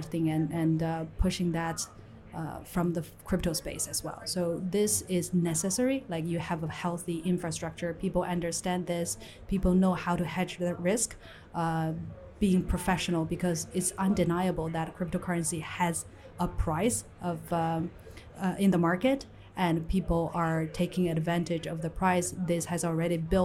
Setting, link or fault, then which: setting, busy venue